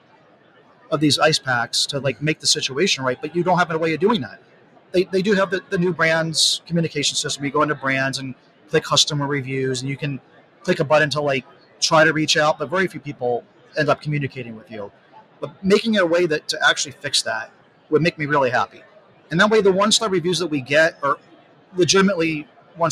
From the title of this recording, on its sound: Live at Prosper 2022